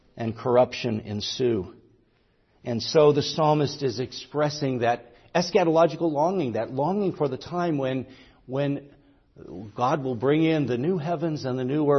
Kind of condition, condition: setting, large echoing room